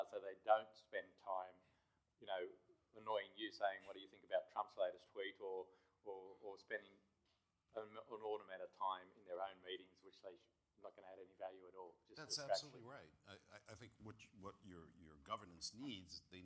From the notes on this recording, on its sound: One session at the Conexus Financial, Investment Magazine, Absolute Returns Conference. Held at the InterContinental Hotel, Double Bay.